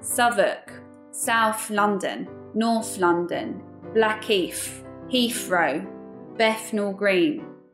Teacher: something called TH fronting in Cockney English, not in all estuary speakers